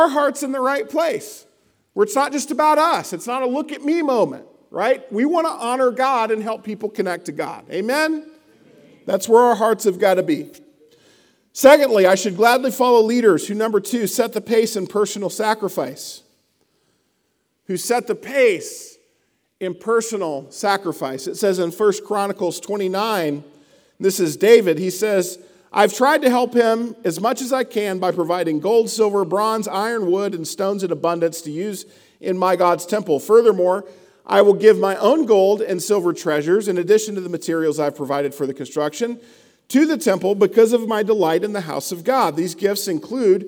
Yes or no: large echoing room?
yes